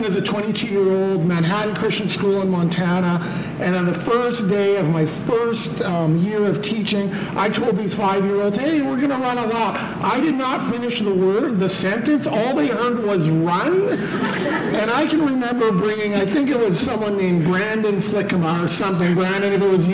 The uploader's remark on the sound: Recorded with a Live Audience at Sioux Falls Christian School! They invited us to record an episode with their whole PreK-12 faculty. Our apologies for the slightly less-than-optimal audio quality that comes with recording in a large room. We solicited questions from the crowd related to empowering learners.